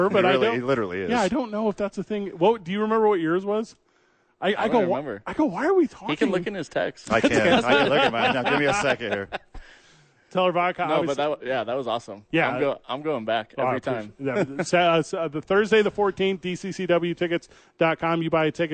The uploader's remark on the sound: live from the Duke Store